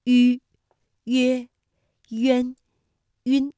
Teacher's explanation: 韵母迂呢是舌面单韵母，它的发音时候的特点是两唇要拢圆，略向前凸，舌尖抵住下齿背